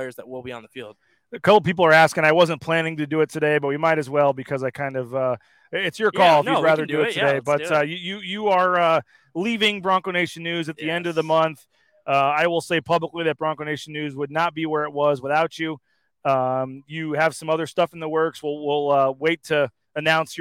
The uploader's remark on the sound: Live from The James after the Boise State football Spring Game. Bronco Nation News is live at The James Kitchen and Bar near Albertsons Stadium.